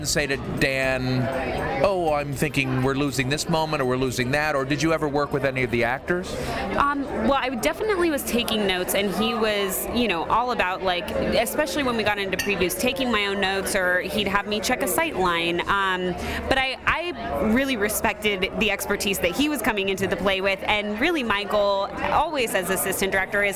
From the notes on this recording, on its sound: Recorded live at The Celtic Knot in Evanston; Where else to talk about Henry IV but in a pub?!